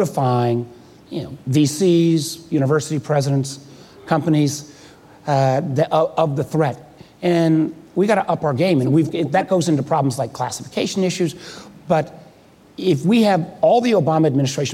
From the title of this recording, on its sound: Live at Code 2018